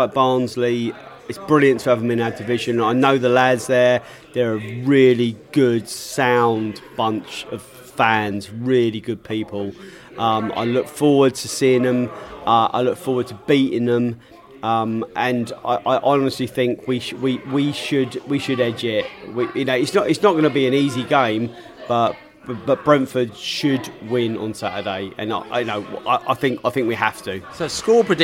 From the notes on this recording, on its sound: Pre-Barnsley Podcast from the Pub.